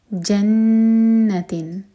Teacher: جنتن نون پشدہ، تو یہاں پر ہم کریں گے غنہ، یعنی کہ نون کو ہولڈ کریں گے دو سیکنڈس. جن کے بعد ہے تن، تا مربوطہ پر جو تنوین ہے کسرہ کی وہ ہے برابر برابر، یعنی کہ ہم نے یہاں پر اظہار کرنا ہے.